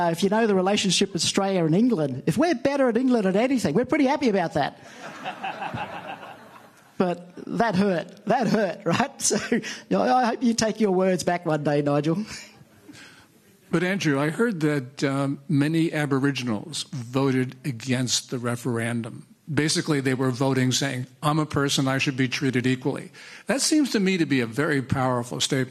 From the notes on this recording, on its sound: Live From CPAC International Panel